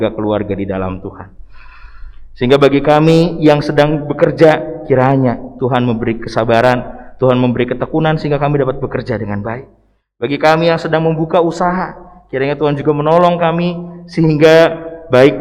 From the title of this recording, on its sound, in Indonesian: LIVE] KEBAKTIAN MINGGU XX SESUDAH PENTAKOSTA